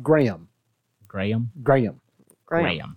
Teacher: It's like the H is pronounced like a soft, soft Y in the back of your throat.